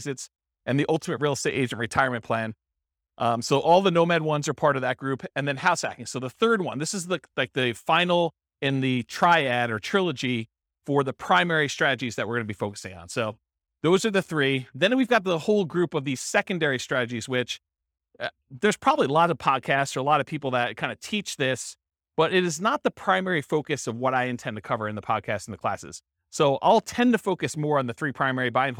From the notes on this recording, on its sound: This was a live class recorded